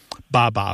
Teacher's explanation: that B sound coming off the lip followed by a vowel